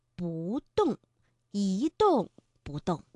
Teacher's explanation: 因为动是去声，所以在这儿呢我们读二声